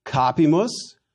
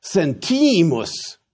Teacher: The accent shifts back to the second to last syllable · Shown in: second take · the penult, if you must, because the I in sentimus is long.